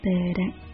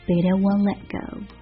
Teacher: 在美音的发音当中，如果在后面跟着一个元音出现连读的情况下， T 会浊化成 T 跟 D 中间的一个过渡音